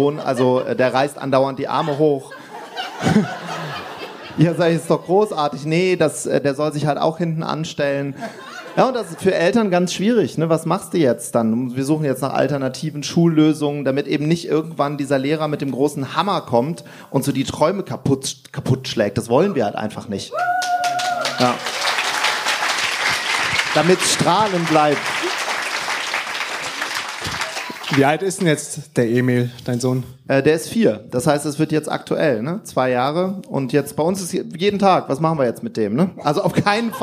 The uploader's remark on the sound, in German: Das sind die beliebtesten Interview Gäste der LIFE HACKZ Show zusammen in einem Panel. Im Rahmen der DNX 2017 haben wir das erste All Stars Panel. Zusammen mit 250 Leuten im Publikum. Fragen aus dem Publikum.